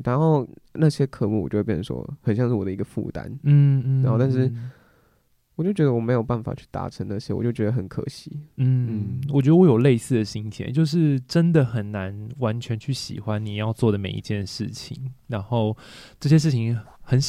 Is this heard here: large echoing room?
no